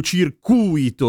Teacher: e ha l'accento sulla U